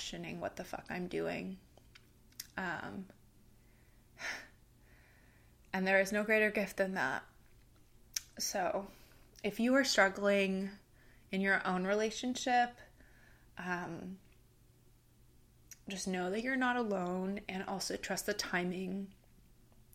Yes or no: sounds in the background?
yes